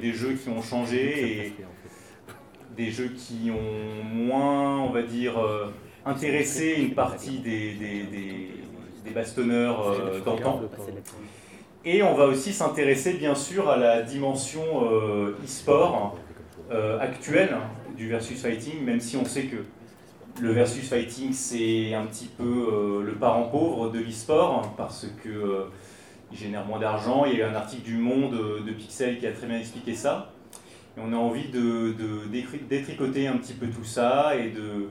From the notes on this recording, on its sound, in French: Conférence enregistrée lors de la 5ème section jeux vidéo et réalité virtuelle du Festival Européen du Film Fantastique de Strasbourg. Au Shadok de Strasbourg.